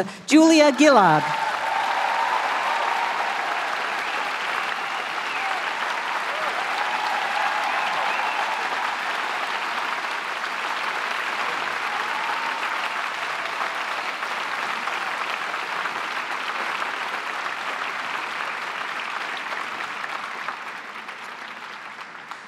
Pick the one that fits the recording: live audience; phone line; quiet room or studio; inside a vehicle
live audience